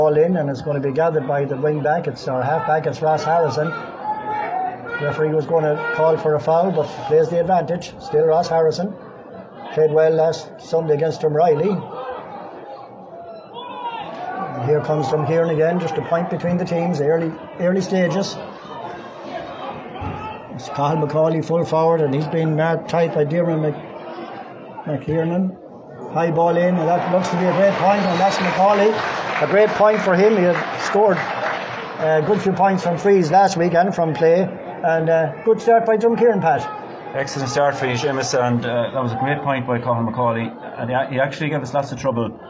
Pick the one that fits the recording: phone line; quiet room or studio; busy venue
busy venue